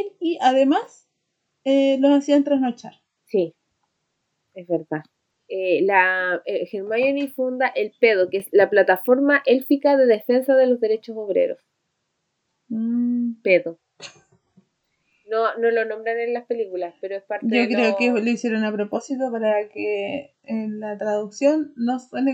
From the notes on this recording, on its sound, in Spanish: El sonido está como la corneta, fue culpa mía